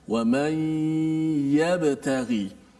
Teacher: Menggunakan tengah lidah kita. Sama seperti kita sebut huruf shin. · Wa man yabtaghi. Ha, huruf ya-nya makhrajnya di mana? Adalah di tengah lidah.